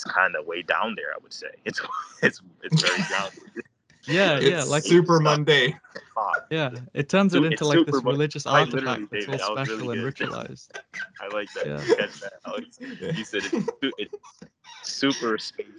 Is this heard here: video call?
yes